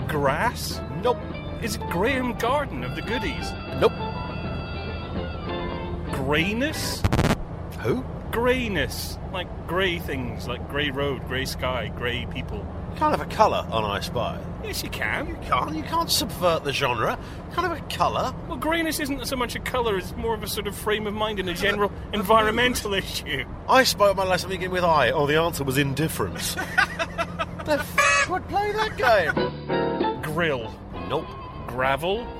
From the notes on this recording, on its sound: ROAD TRIP!! In what must be a UK first, this week's show is recorded from inside a car, as the lads venture North to go off-road driving!